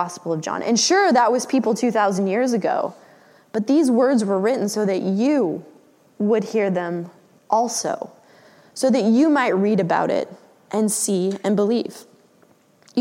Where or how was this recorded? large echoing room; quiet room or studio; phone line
large echoing room